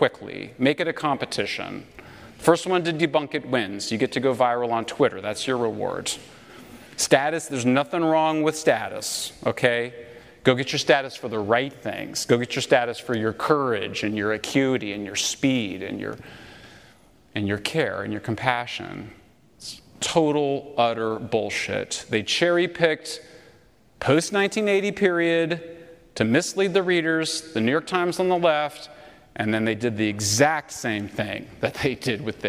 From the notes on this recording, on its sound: Lecture At University of Austin